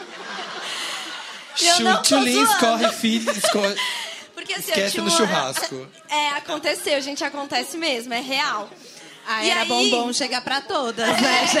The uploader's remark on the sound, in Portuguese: Especial de Natal ao Vivo